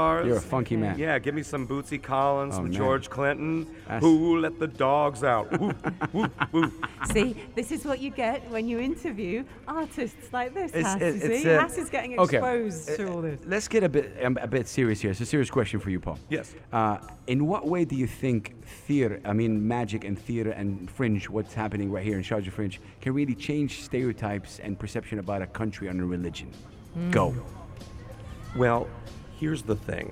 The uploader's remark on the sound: Are out and about at "Al Majaz Waterfront" broadcasting Yalla Home Live and having guests throughout their show. In the UAE.